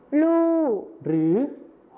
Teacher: การเปลี่ยนเสียงพยัญชนะต้นเดียวนะครับก็คือรอเรือในภาษาไทยมาตรฐานนะครับไปเป็นพยัญชนะต้นเดียวในภาษาถิ่นอีสานก็คือลอลิงกับฮอนอคู่นั่นเองครับ